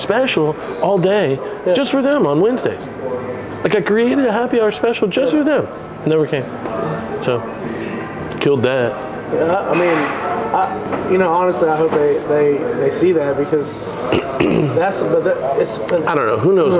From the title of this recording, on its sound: LIVE” At Beaubeaux Bourbon & Biscuits